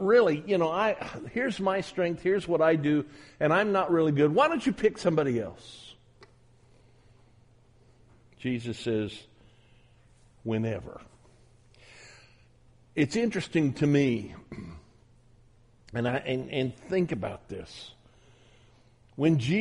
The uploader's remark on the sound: at the Southwest Church of Christ in Omaha, Nebraska